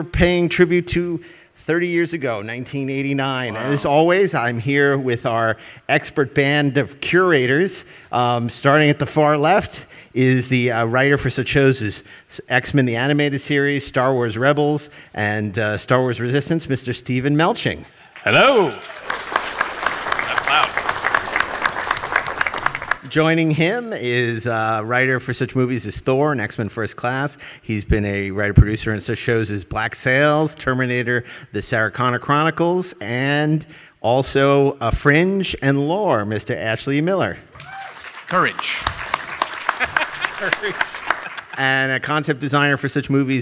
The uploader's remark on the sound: LIVE FROM COMIC-CON. Live at San Diego Comic-Con.